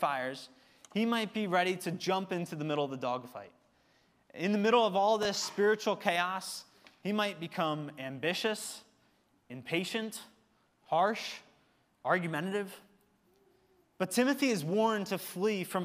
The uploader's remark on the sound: Recorded service from October 15, 2023.